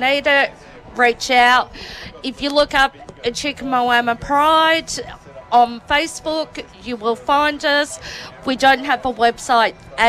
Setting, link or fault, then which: setting, outdoors